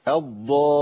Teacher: مش انا اي مشدد بينطق على مرحلتين، ساكن ومتحرك، مش انا بقول الضالين جبت لامين ولا لا؟ وقفت على اللام الساكنه الاول وبعد كده جبت لام متحركه تاني. الضالين جبت لامين. · Term: اللام المشدده